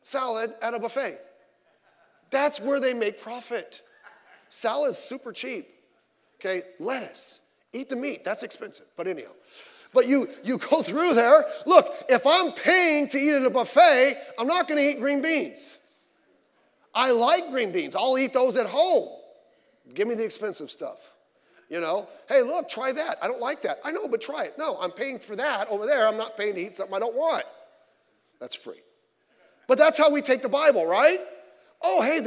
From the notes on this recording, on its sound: Sunday Morning Service